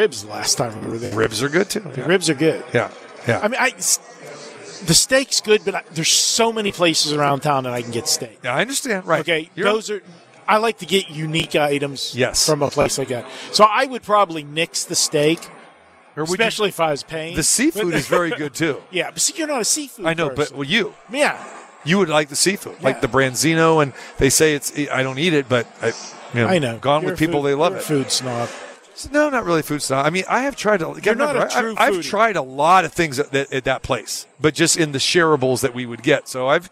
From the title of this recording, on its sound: Live From the Super Book at Westgate Las Vegas